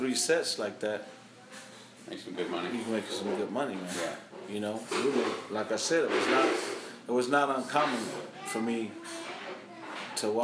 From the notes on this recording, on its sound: This episode was recorded on my iPhone after my formal interview.